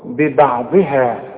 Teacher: لا، البه دي والبه دي مرققة، والعين دائما مرققة بالبعبع كده، الضاد هي اللي مفخمة ومكسورة